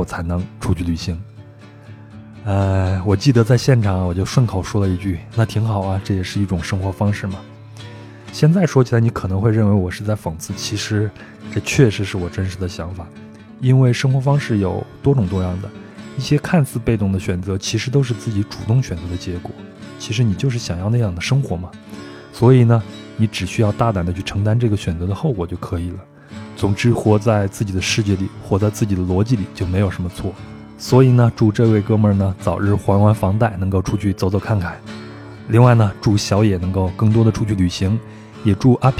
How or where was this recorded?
outdoors